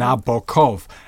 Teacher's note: a heavy open O, as in Knickerbocker. My New England ear is not offended by the long, elegant middle O of Nabokov, as delivered in American academies.